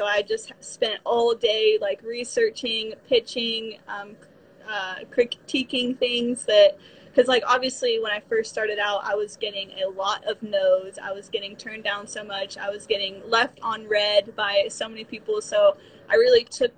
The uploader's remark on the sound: on her Instagram channel and she was kind enough to let me use the live as an episode!